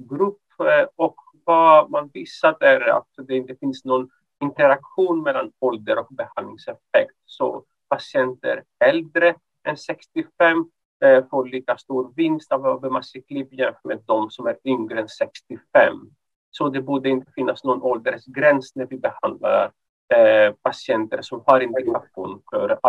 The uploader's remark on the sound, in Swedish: Ljudinspelningen från SOF:s webbinarium